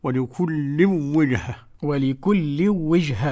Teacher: هنا عدم الغنة عند ملاقاة التنوين مع الواو لخلف عن حمزة، يقرأ هكذا: ولكل وجهة.